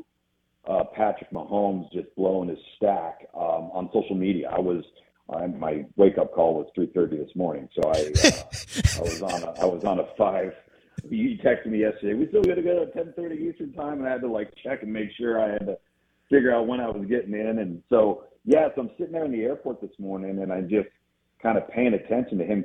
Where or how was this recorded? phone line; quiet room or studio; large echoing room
phone line